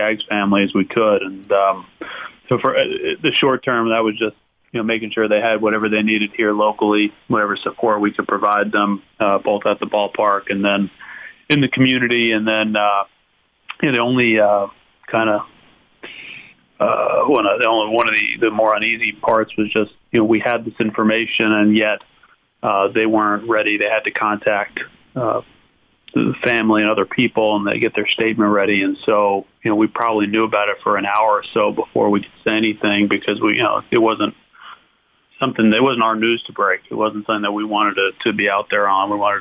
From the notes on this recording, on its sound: called in to the Ben And Skin show